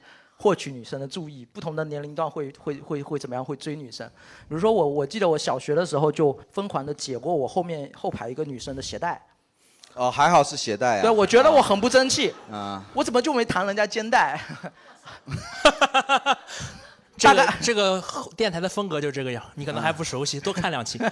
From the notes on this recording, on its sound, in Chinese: 本期现场观众分为两大阵营